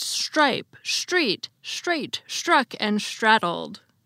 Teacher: I pronounced all the words that began with an STR consonant cluster as if they actually began with an SH. · Term: S-backing